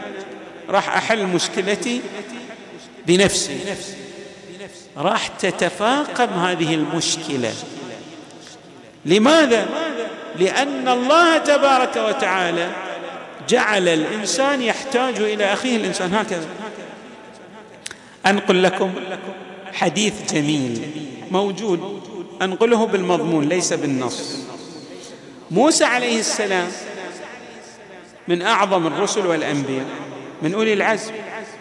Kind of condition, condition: setting, large echoing room